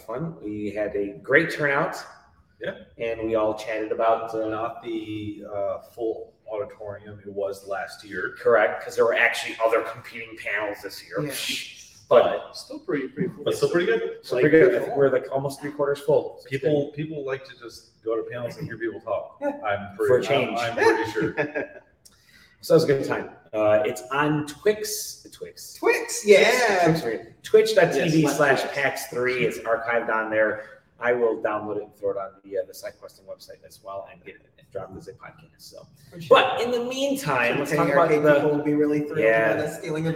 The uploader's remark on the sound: The SideQuest LIVE! from PAX East 2023.